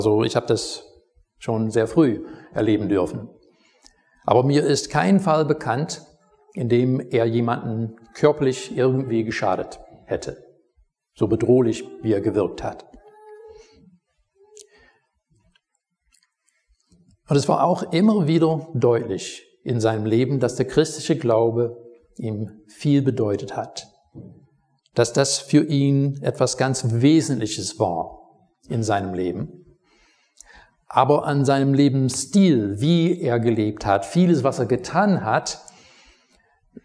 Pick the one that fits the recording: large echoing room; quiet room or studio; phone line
large echoing room